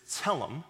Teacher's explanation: The Hebrew word there is tselem, kind of a T-S, tsa sound, E-L-E-M, with the accent on the first syllable